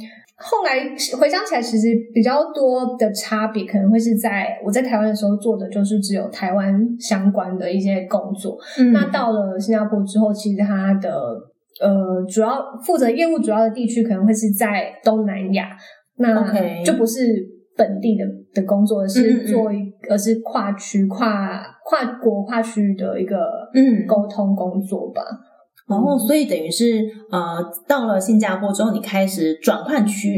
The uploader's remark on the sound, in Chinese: 本集節目的收音狀況不佳，請大家多多見諒。